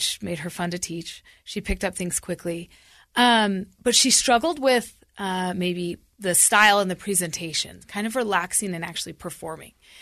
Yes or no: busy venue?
no